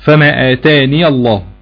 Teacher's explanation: طب في حالة الوصل ليك حال واحد، فما آتاني الله بفتح الياء